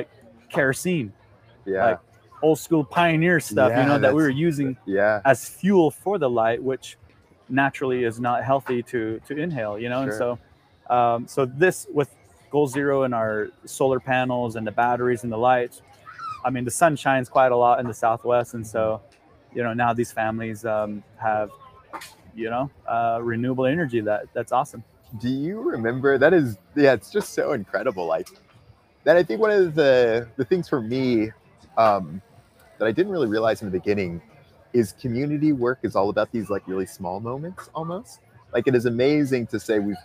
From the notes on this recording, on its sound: LIVE FROM CRANKWORX. Audio and video was recorded by Adventure Production.